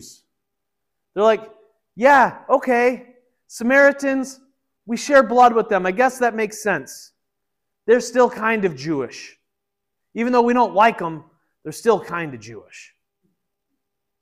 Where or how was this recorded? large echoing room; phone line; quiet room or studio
large echoing room